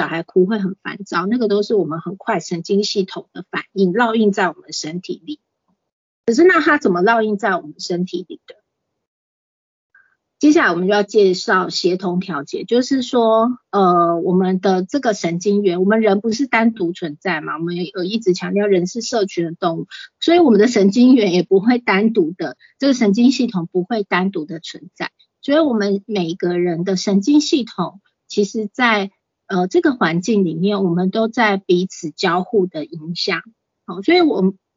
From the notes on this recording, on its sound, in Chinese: 此為線上課程錄音檔！